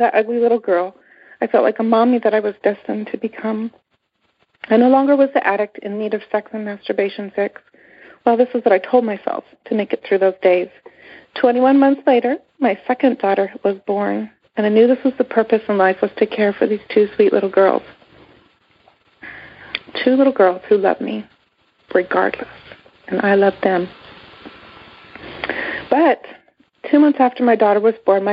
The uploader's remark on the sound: Monday Noon Phone Speaker Series